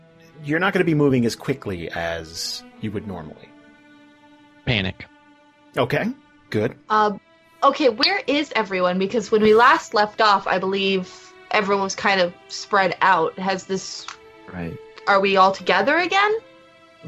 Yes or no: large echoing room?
no